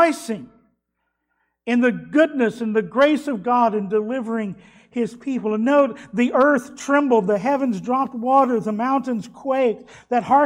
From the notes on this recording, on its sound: was delivered at Trinity Baptist Church on Sunday morning, June 6th, 2021.